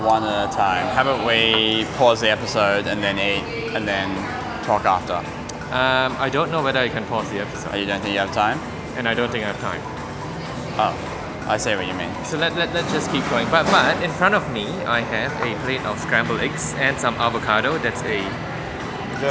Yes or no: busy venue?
yes